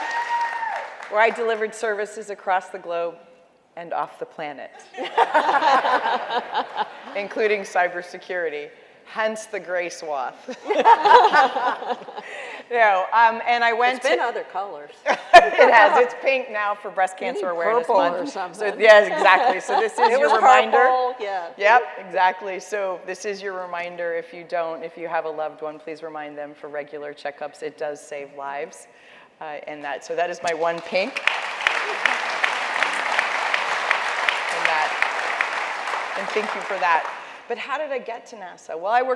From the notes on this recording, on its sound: A special edition of The Daily Scoop Podcast from the ACT-IAC Executive Leadership Conference in Hershey, PA.